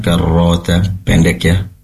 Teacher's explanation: pastikan ro-nya tasydidnya diperkuat lagi, karrota, namun juga ro-nya tidak dipanjangkan